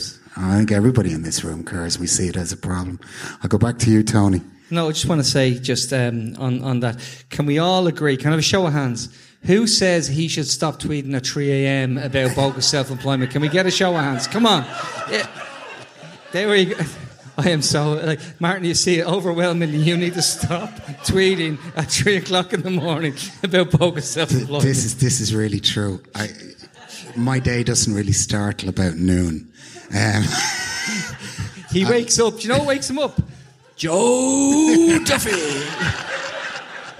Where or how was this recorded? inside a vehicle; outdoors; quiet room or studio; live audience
live audience